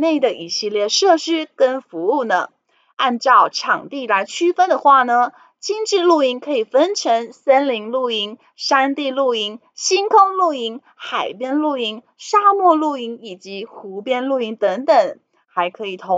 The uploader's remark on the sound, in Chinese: 本集有些許雜音，已亟力避免，如有察覺請多多包涵。